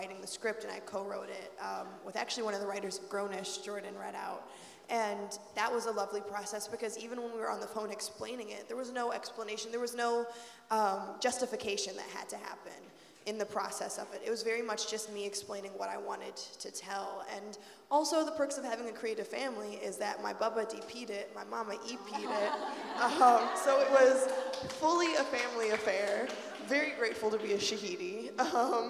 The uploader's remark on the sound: New Hollywood Live at TIFF 2018